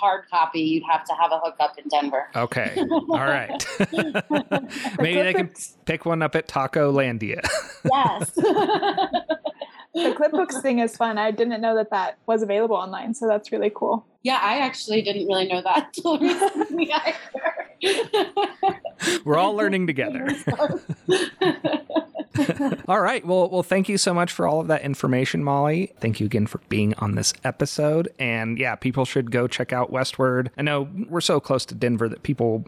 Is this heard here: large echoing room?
no